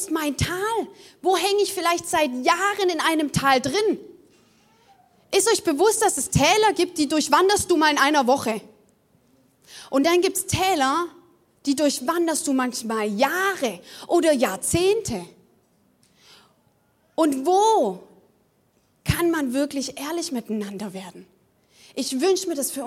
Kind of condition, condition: setting, large echoing room